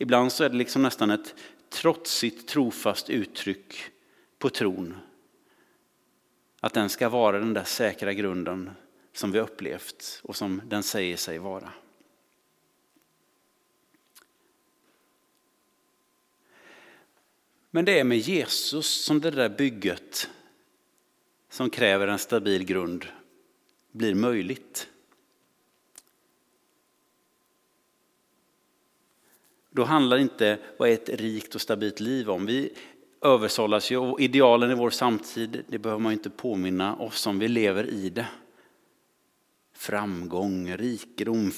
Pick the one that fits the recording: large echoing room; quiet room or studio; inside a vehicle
large echoing room